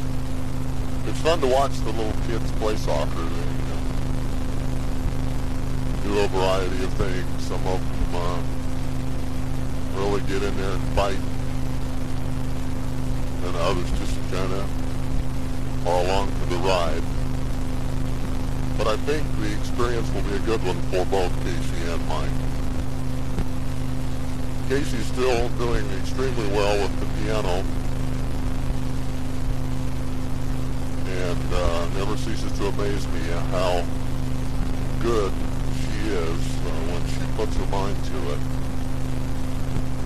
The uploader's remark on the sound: CGA Journal - Driving to Work.